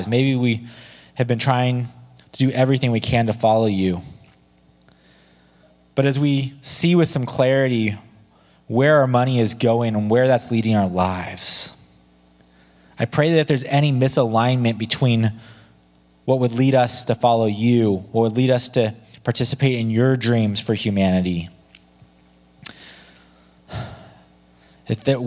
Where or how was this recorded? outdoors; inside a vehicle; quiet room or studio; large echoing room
large echoing room